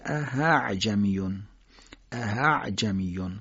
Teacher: اما مورد دیگه داریم در سوره فصلت، دو تا همزه کنار هم اومدن، اعجمیون، دو تا همزه کنار هم اومدن، به اینجا میگن تسهیل همزه ثانویه، یعنی همزه دوم باید ما با سهولت ادا بکنیم، یعنی صفت نبرش ازش بگیریم، که در این صورت یه مقدار شبیه ه دو چشم ادا میشه